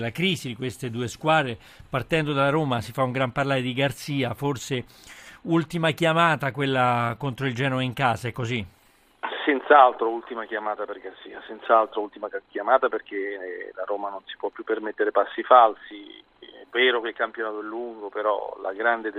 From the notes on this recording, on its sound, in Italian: In collegamento da Perugia per Perugia-Livorno. Ospite al telefono.